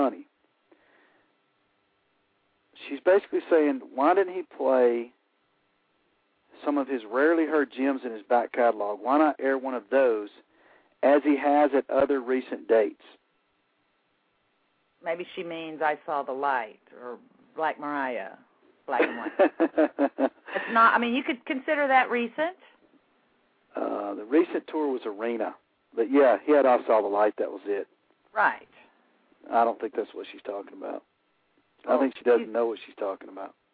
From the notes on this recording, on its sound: your phone calls